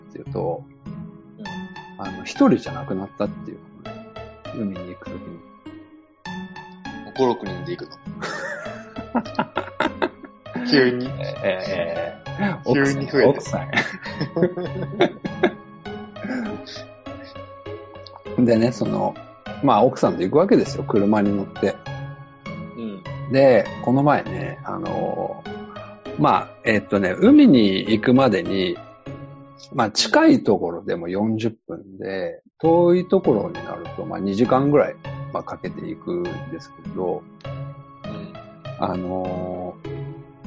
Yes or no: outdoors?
no